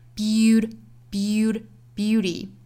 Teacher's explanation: 美音的发法里面的这个 t 的发音呢是一个 flapt，因为它是被两个元音夹在中间的哈，所以这个音要浊化